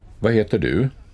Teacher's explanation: Обратите внимание, «д» в конце слова «вад» практически не произносится